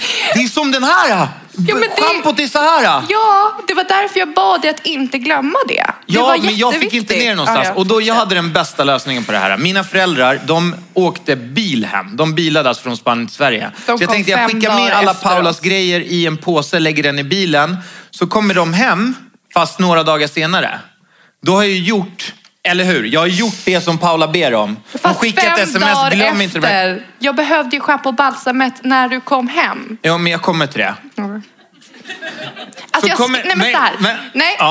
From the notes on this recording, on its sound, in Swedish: Livepodd! I veckans avsnitt får vi höra allt som sades under livepodden i söndags. Svarar på frågor från publiken. Välkomnar dem upp på scenen.